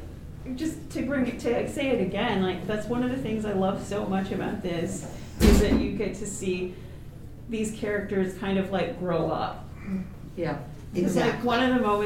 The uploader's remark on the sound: TusCon 50 Panel. In this panel room was some bad static and a electronic hiss, sadly the Wifi and Cell signal was so poor there was no Streaming happening as well. Panel Room 1.